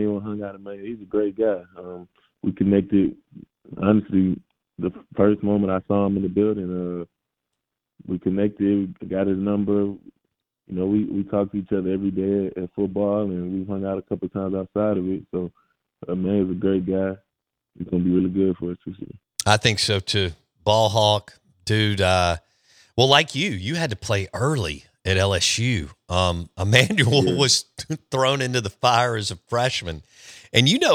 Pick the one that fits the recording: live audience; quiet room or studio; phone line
phone line